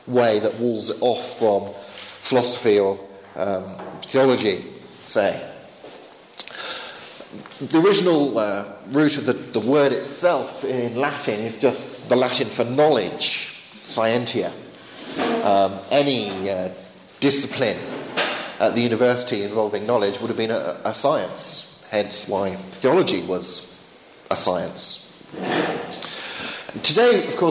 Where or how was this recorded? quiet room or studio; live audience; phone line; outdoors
live audience